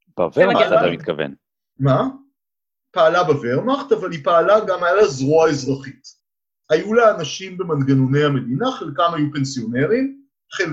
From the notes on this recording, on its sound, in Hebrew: הקלטה דרך זום.